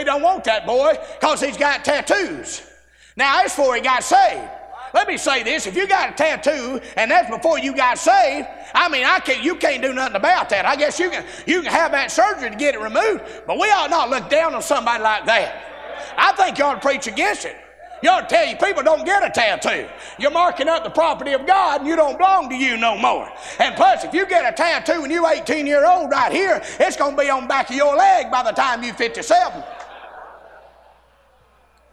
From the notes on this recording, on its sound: A sermon preached Tuesday Evening during our Spring Jubilee